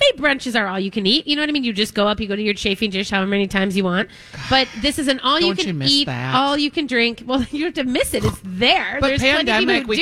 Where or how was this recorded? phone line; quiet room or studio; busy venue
busy venue